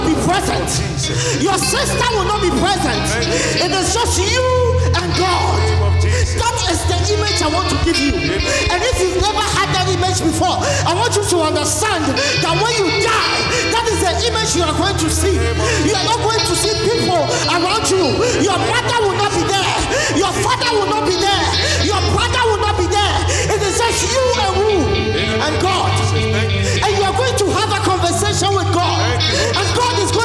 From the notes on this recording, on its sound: the live recording coverage of our Live 4 Christ Annual Event 2k15